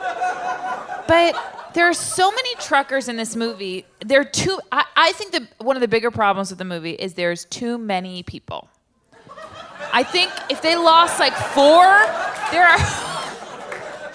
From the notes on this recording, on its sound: LIVE from Largo in Los Angeles